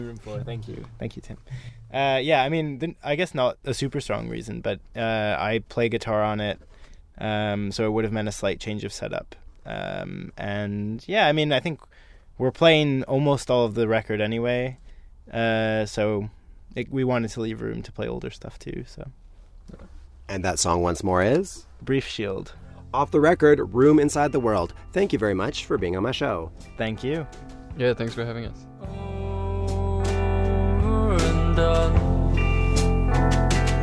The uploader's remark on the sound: I climbed into the tour van